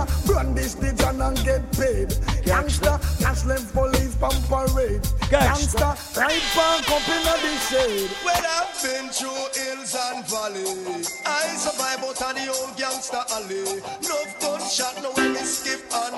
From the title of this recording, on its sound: LIVE AT ISLAND SATURDAYS ON 1-6-18